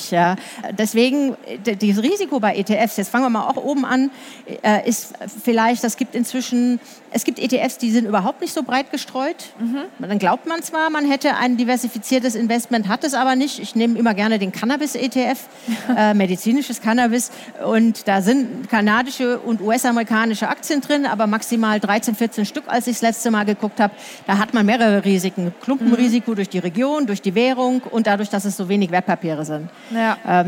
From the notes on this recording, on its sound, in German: Diesmal live auf der Karrieremesse herCAREER in München. Diesmal live auf der Karrieremesse herCAREER in München.